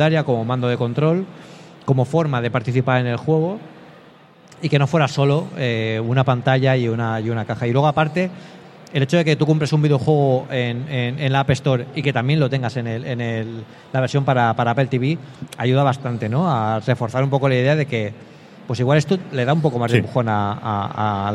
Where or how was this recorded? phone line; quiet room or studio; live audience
live audience